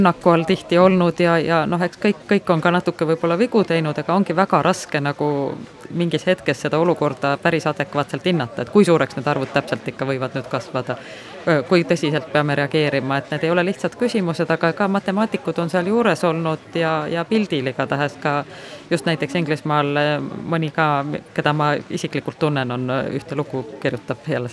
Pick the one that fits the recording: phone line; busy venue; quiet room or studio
busy venue